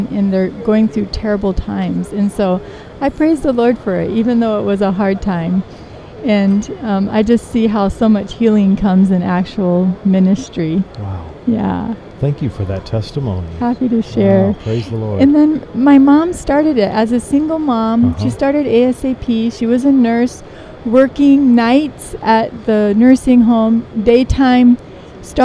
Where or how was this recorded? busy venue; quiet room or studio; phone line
busy venue